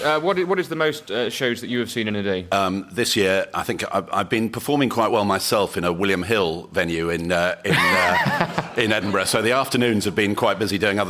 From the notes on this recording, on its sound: Edinburgh festival podcast: The Guardian Live at the Gilded Balloon. Live on stage.